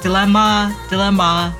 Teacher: the stress is on the last syllable